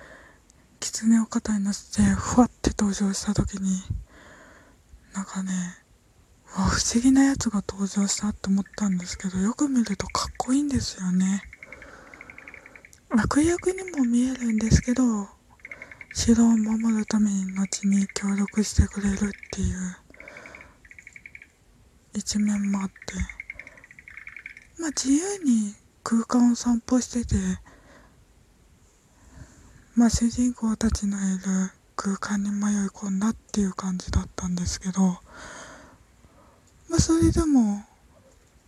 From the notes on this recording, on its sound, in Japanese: 外の音聞こえるけど窓開けて家の中でトーク